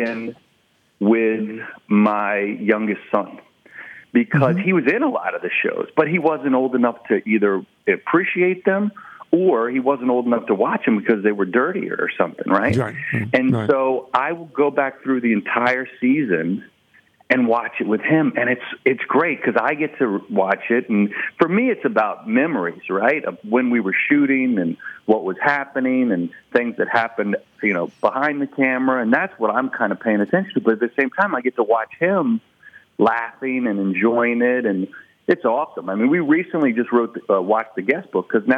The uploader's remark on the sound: Calls in to give his thoughts. Phones.